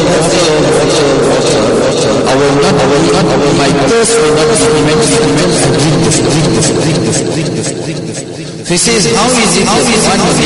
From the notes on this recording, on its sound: Jumuah lecture at Masjidun Nasr